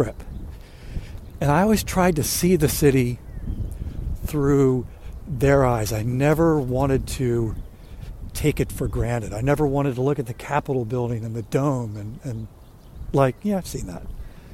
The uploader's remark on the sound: A Walk In Washington DC